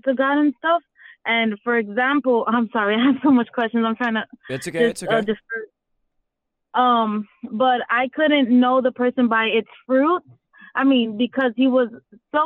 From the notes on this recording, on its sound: A live stream where everyone calls in live and ask questions!